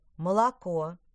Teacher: А и О в слабых слогах произносятся как среднее между А и И.